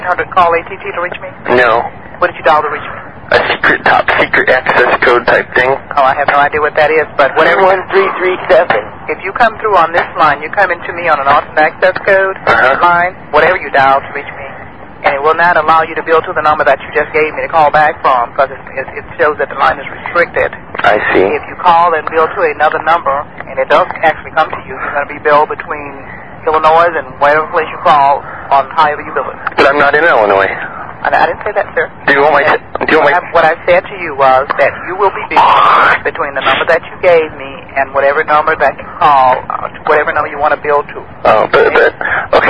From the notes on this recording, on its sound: Personal Prank Phone Calls Collection